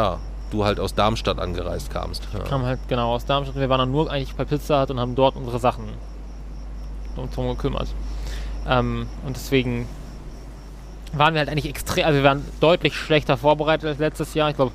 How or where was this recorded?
outdoors